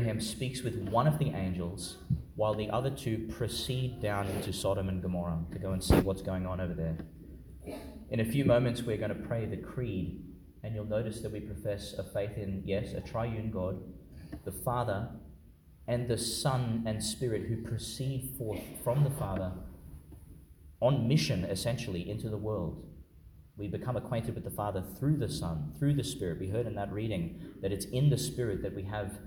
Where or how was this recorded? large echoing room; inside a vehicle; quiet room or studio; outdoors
large echoing room